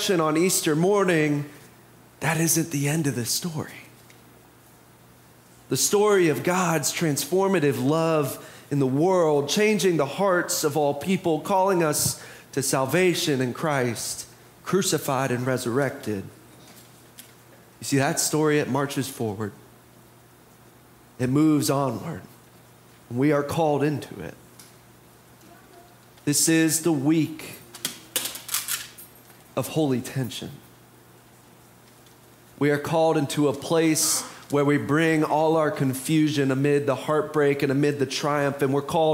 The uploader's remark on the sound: Preached on Palm Sunday (April 2, 2023) for our MorningSong Worship Service.